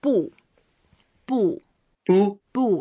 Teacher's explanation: it's a fourth tone, so we go down